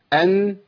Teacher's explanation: من طرف اللسان مع ما بعد اصول الثنايا · Term: النون